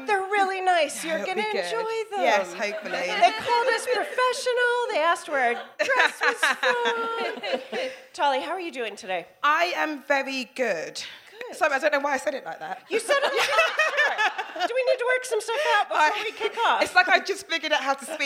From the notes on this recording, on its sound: This episode was recorded at the DWSC London residency, and the place was buzzing. We then hear from a member of the audience.